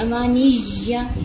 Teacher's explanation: امانیا یا پر شد ہے، اس میں ژال کی آواز نہیں آنی چاہیے. امانیا کہ اس کو صحیح طرح آپ اسٹریس دینے کے لیے زیادہ اسٹریس دیں گے تو یہ صحیح نہیں ادا ہوگا.